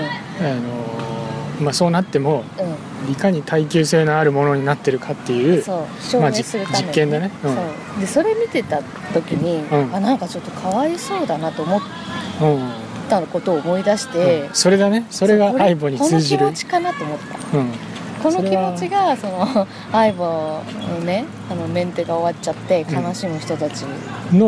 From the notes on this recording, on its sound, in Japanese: 外で収録してみたよ！今回初めて外で録音してみました。環境音が激しく入ってます。